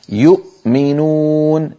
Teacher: الهمزة قد انقفل مخرجها تماما وزمنها قصير